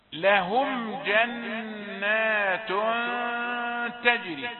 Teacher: جنات النون هنا نون مشددة، غنة النون المشددة الغنة القوية